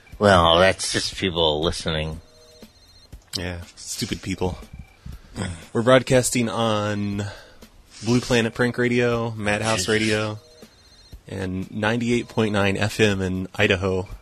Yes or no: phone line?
yes